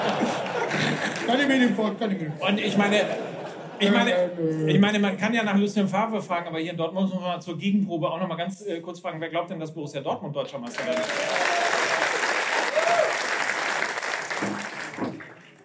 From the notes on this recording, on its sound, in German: FUSSBALL MML Live in Dortmund. Dieses Mal sind wir live in Dortmund und sitzen 90 Minuten auf einer Besetzungscouch, die mit jenem Leder bespannt wurde, von dem wir so gerne ziehen.